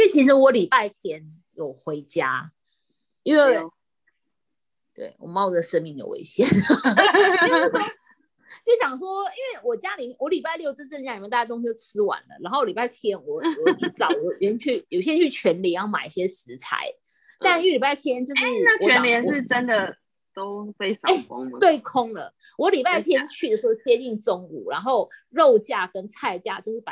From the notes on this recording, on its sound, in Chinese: 因為我們要厲行居家隔離，所以錄音工作改成遠距錄音。第一次操作還有很大的改進空間。